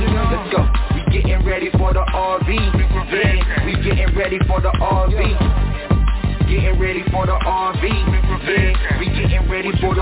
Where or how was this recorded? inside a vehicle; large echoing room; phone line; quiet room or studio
phone line